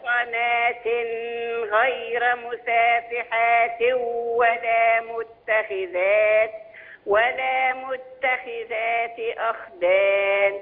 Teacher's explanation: يعني إخفاء ما عند الغين وإخفاء عند الخاء